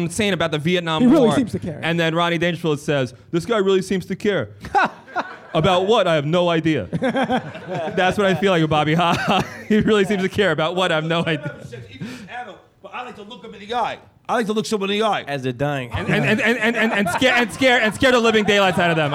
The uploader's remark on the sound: Recorded live at the Museum of Sex Play Lounge!